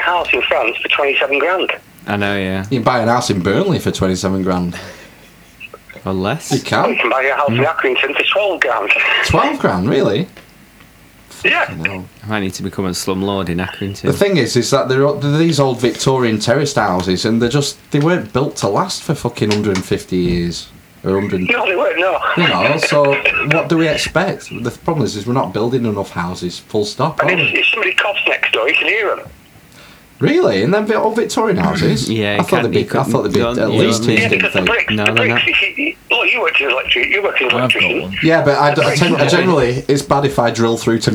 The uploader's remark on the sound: phones-in via the wonder of satellite technology